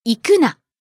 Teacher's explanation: When you're using な to mean don't, you don't prolong it. It's really short.